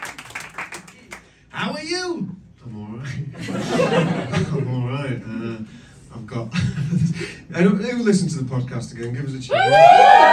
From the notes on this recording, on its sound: Recorded live in London.